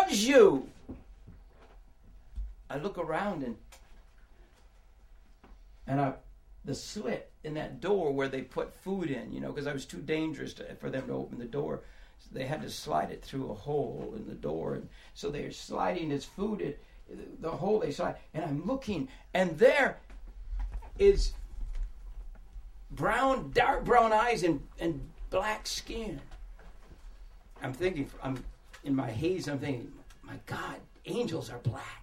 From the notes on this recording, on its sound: it was recorded in October of 2006, at Revolution Church in Brooklyn, NY.